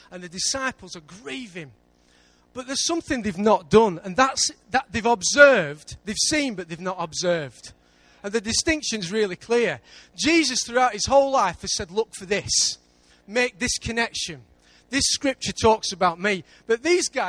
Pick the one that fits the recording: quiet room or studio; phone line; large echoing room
large echoing room